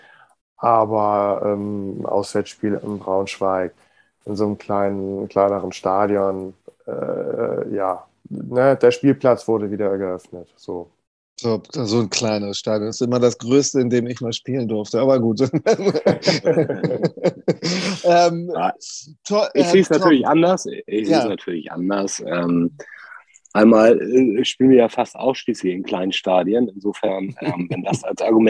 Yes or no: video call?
yes